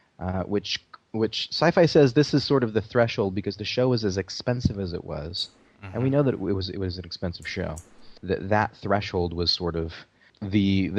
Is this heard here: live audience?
no